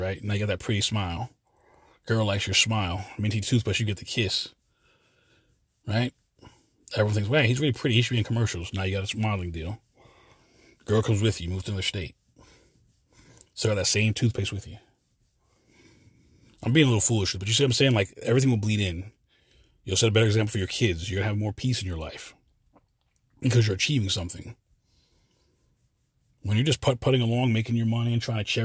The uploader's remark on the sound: this quick CarCast